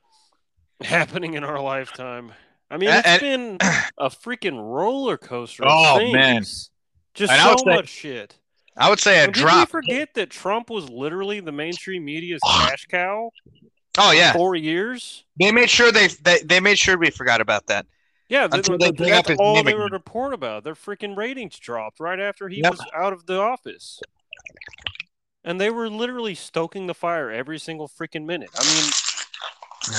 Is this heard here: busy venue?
no